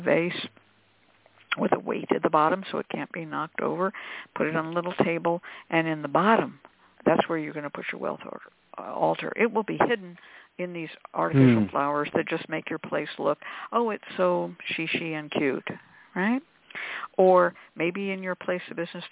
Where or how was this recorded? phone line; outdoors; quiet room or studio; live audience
phone line